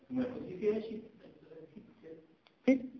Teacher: لازم يأتي بالشدة وإن كان زمنا بسيطا جدا، يقول فتنة فتنة، يأتي بالشدة فت، هذه شدة انحبس النفس فت